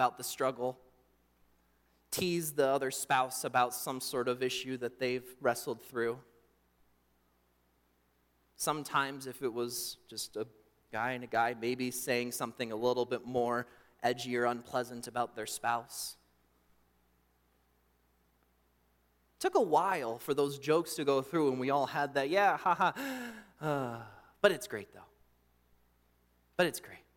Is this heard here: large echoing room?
yes